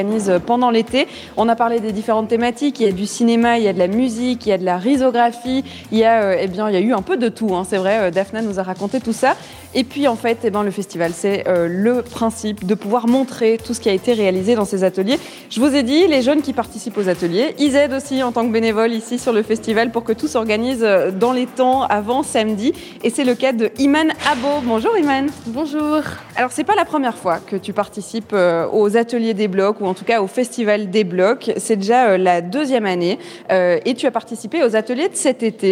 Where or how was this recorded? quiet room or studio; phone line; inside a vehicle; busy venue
busy venue